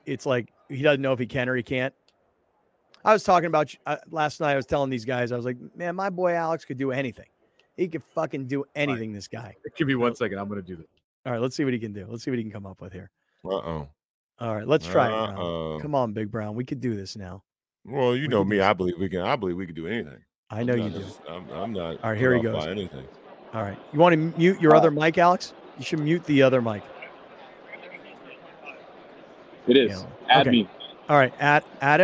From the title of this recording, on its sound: LIVE FROM THE SUPER BOWL DAY 3